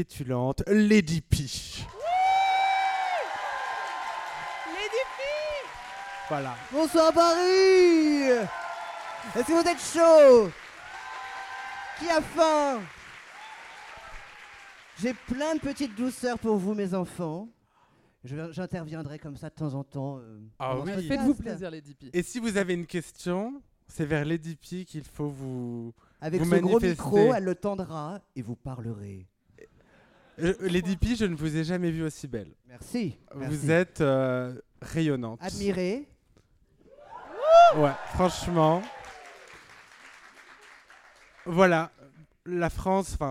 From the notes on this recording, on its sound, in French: ont enregistré un épisode d'Absolument Fabuleuses en public, au théâtre du Grand Point Virgule.